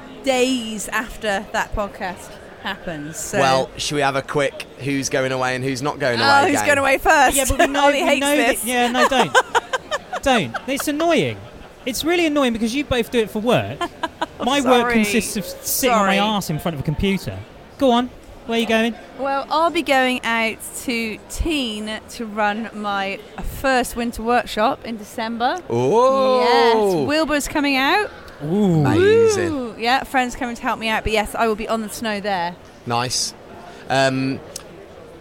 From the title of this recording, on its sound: LIVE at the Snow Show